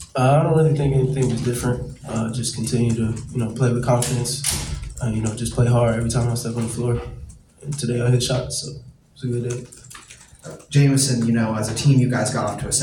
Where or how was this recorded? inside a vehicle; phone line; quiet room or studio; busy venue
busy venue